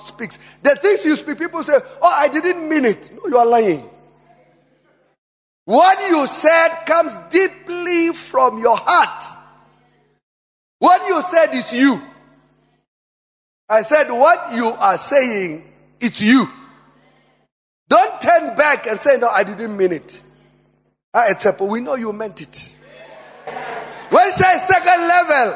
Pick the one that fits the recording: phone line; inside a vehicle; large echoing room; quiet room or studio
large echoing room